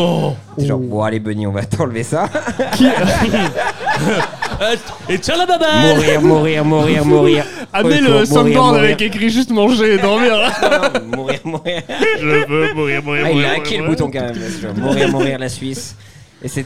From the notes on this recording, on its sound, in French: (en public). Le tout enregistré en public au Charlie et sa bière à deux balles.